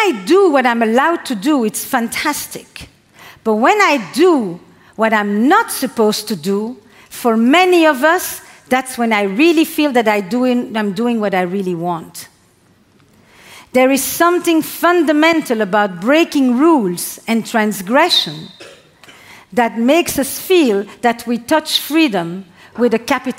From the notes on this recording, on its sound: This talk delivered to our tribe, was recorded on Mindvalley’s stage at A-Fest.